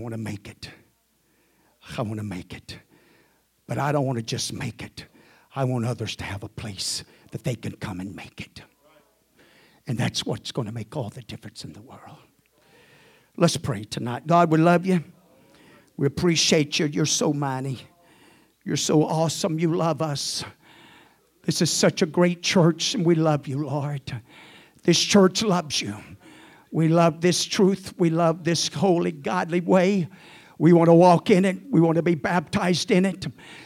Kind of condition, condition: setting, large echoing room